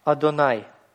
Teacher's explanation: Просто как гортанная смычка, да, то есть у нас, по сути, это твердая атака, начало звука